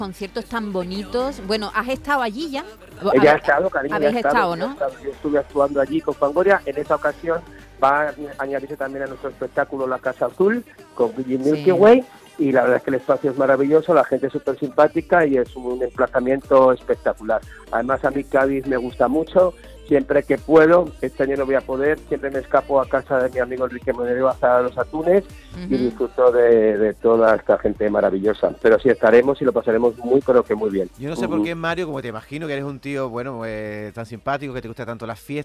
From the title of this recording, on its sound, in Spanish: en el Concert Music Festival 2022